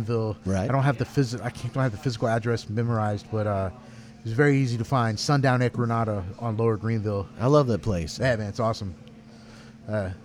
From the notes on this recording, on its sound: recorded June 6, 2017 at Independent Bar & Kitchen, Dallas, Texas.